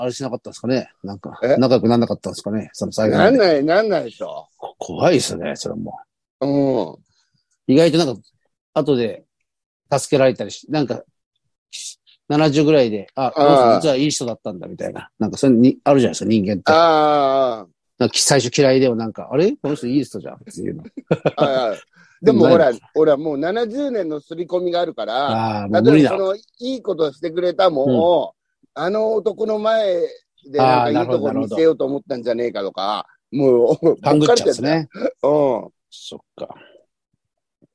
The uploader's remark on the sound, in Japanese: ZOOMで収録